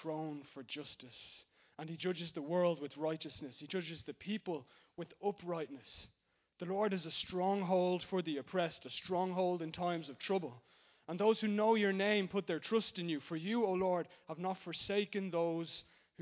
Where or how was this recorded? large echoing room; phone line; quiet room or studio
large echoing room